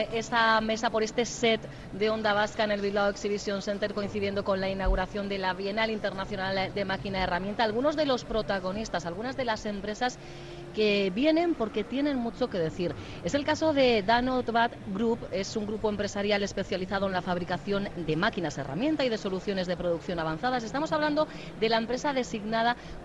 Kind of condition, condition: setting, busy venue